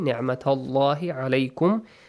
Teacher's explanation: There is no special rule, just the letter lam in the word Allah is pronounced heavily